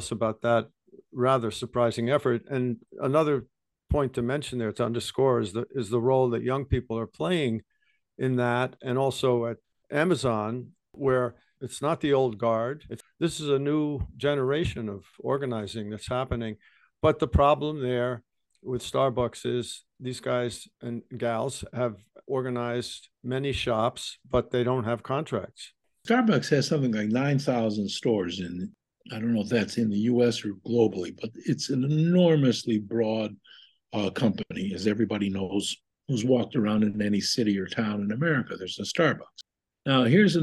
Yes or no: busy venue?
no